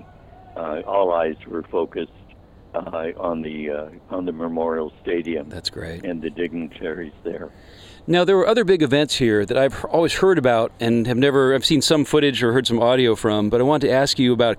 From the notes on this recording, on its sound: LIVE from Memorial Stadium. A special episode of CASCADE OF HISTORY was broadcast live on SPACE 101.1 FM from the Memorial Wall at the stadium.